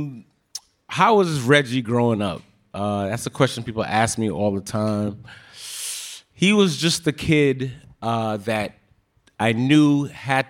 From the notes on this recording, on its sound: After that episode dropped, we invited Reggie’s friends, family, and colleagues to record a live show at the BRIC Ballroom in Brooklyn.